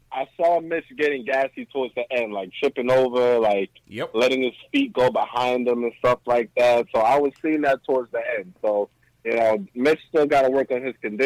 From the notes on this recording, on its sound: Live Caller Reactions. Post Game Live Stream.